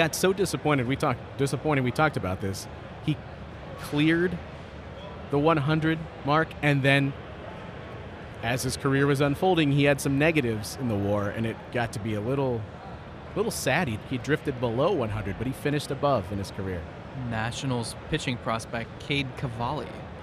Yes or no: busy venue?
yes